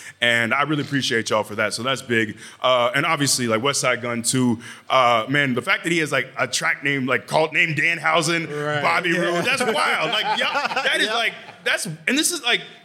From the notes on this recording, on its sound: Live at the SummerSlam Store.